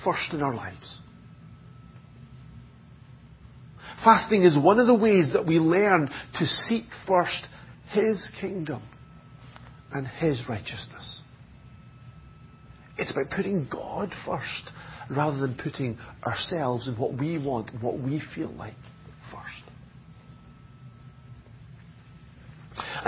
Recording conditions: large echoing room